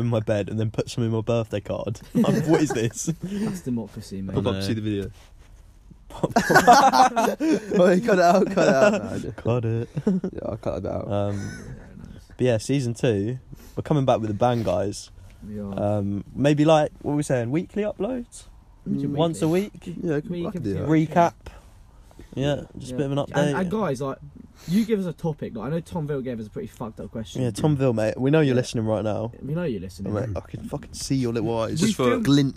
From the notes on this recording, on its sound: Live in caravan with all the bios.